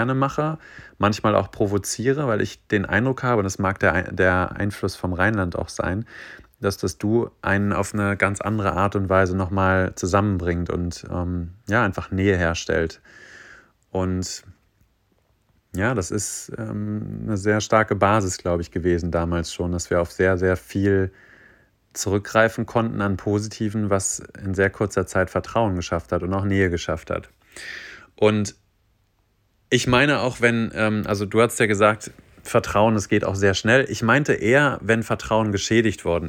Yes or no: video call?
no